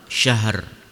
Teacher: Ro yang dibaca tebal karena ro-nya disukunkan dan sebelumnya sukun dan kemudian sebelumnya lagi berharokat fathah. · Term: ra tafhim